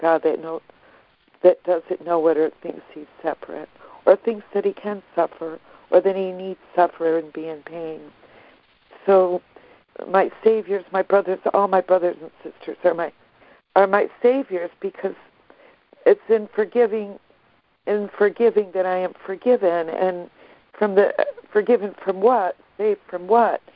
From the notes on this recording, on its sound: ACIM Daily Conference Call